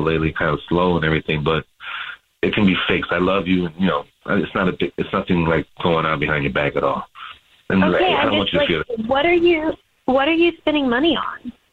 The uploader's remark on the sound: There is a woman on the phone.